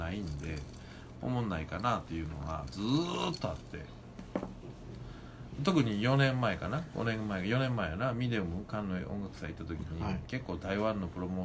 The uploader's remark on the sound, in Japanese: 神戸、SPACE DOG!RECORD(お店)より、。